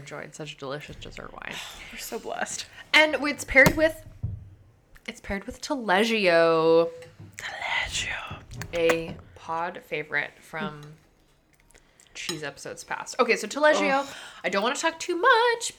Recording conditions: sounds in the background